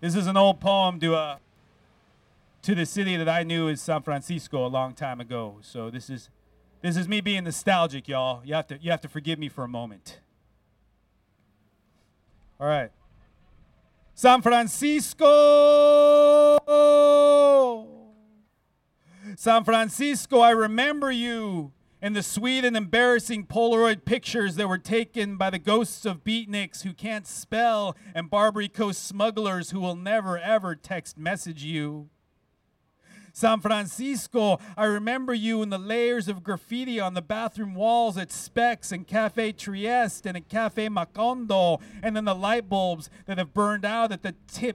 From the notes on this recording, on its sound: Recorded live at the steps of the San Francisco downtown public library last week.